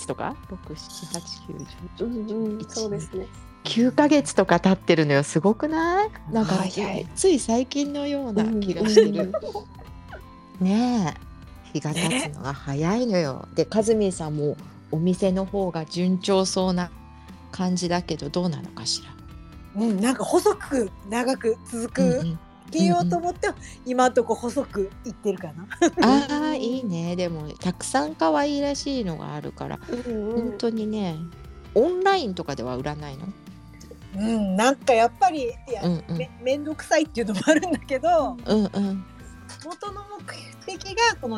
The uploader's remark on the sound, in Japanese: ツイッタースペースからダウンロードした音源です。雑音お聞き苦しい点お許しください。